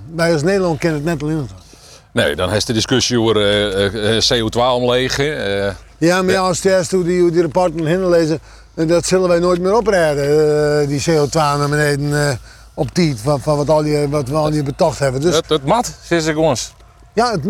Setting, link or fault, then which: setting, outdoors